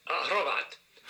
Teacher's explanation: all these Slovaks and Slovenian Croatians roll their R's